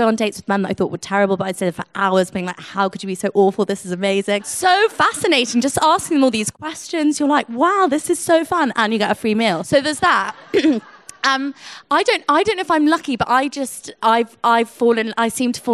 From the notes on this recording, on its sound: Live from Happy Place Festival. This episode is recorded from Happy Place Festival in Chiswick.